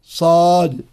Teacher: والصاد حرف قوي لأنه حرف مطبق مستعل فيه صفير وهو مهموس، فيجب على القارئ أن يلفظ بها أي الصاد مفخمة كما